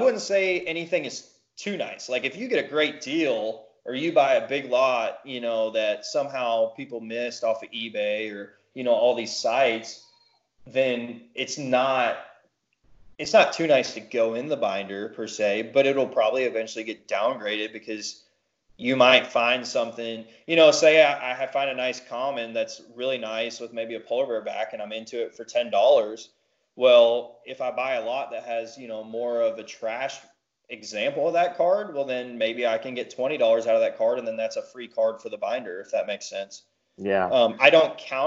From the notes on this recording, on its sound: This episode was recorded via Skype during the COVID-19 quarantine.